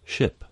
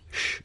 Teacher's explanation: The sound sh is made similar to s, but with the tongue pointing a little further back, just behind the alveolar ridge, and with a slightly larger channel for the air to pass through. The lips round forward slightly as well. · Term: voiceless postalveolar fricative